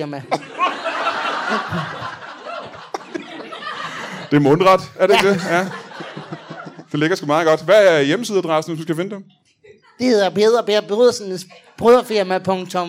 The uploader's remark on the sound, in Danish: LIVE fra Teater 95b i Odense